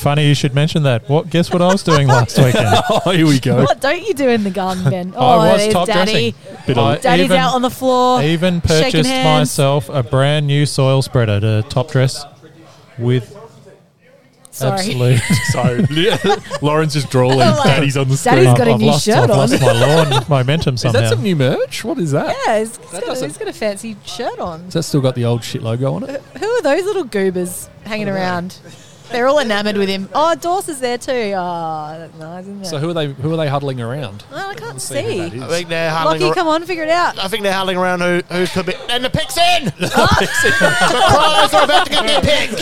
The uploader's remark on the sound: LIVE from the Courtyard at the TA Hotel in Mitcham. Plenty of live listener feedback and general social media.